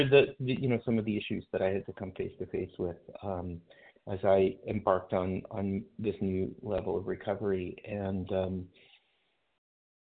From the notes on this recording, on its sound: from the 100 Pounders Phone Meeting